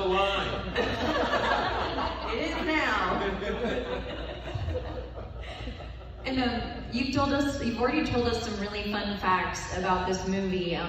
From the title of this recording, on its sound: panel, Days of the Dead Indy - July 18, 2021